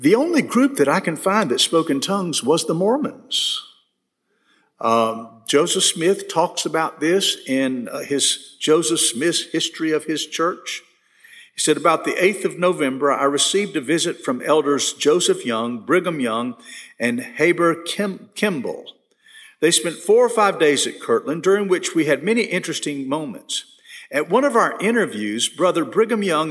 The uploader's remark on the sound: This session was recorded at First Baptist Church Hendersonville, NC on August 10, 2022.